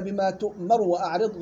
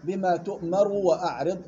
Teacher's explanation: قال يا أبت افعل ما تؤمر ستجدني، هيك بقراءة الطلاب، تؤمر ستجدني، غلط، بما تؤمر، تؤمر ضم الراء في الحجر وفي الصفات، هنا بالحجر بما تؤمر وأعرض عن المشركين، وفي سورة الصفات قال يا أبت افعل ما تؤمر ستجدني، غريب مش حاطة. تقرأ بضم الراء ويحذر من اختلاسها · Shown in: second take · اختلاسها بما تؤمر وأعرض، غلط، بما تؤمر وأعرض، نعطي الراء ضم حكا بما تؤمر، سكن.